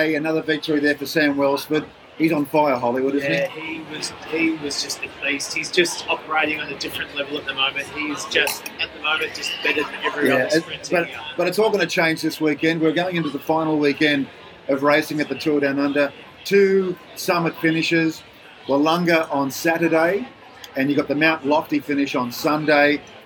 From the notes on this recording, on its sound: We're live from Hilton Adelaide again for Stage 4 of the Tour Down Under.